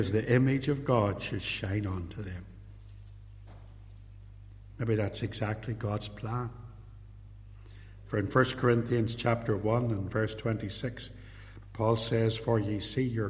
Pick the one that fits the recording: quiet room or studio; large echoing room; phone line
large echoing room